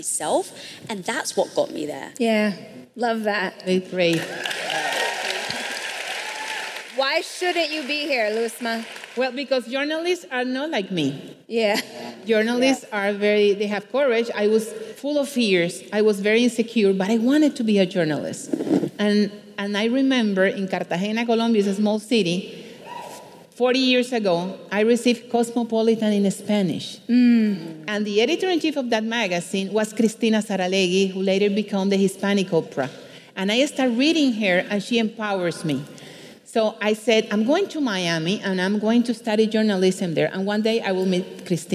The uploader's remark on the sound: LIVE! at RISE Minneapolis. Sit in on one of our AMAZING panels from RISE Minneapolis.